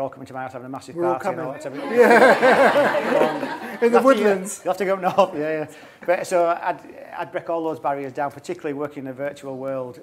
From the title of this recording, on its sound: micebook 'talks' at The Mayfair Townhouse event